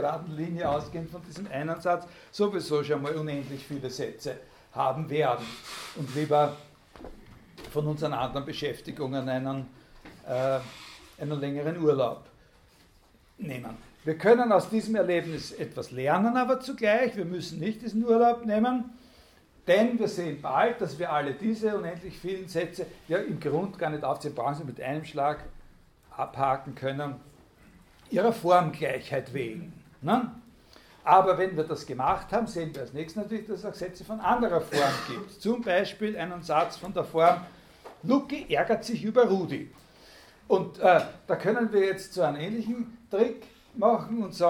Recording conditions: large echoing room